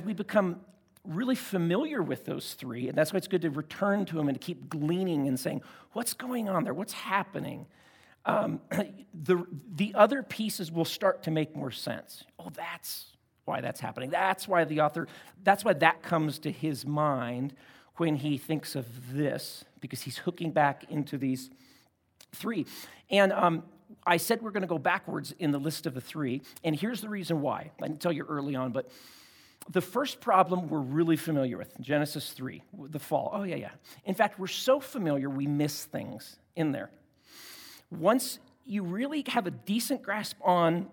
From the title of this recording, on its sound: at Timberline Church - Audio